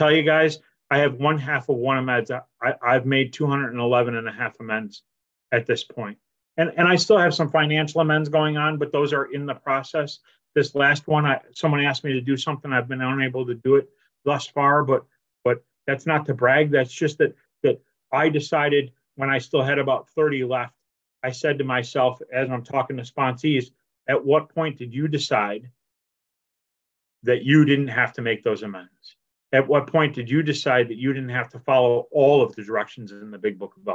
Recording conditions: video call